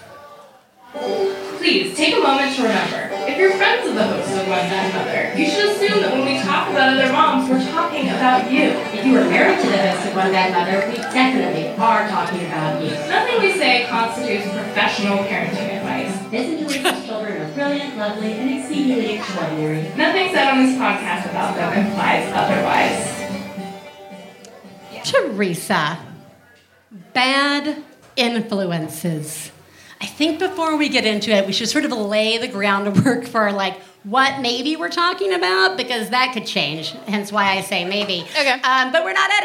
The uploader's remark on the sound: Live From Chicago! Live from the GMan Tavern in Chicago.